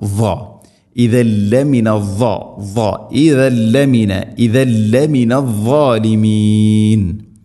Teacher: ഇദല്ല തൻവീന് ശേഷം ലാം ഇദ്ഗാം ബിലാ ഗുന്ന ഇദല്ല തൻവീന്റെ ശബ്ദമല്ല കേൾക്കേണ്ടത്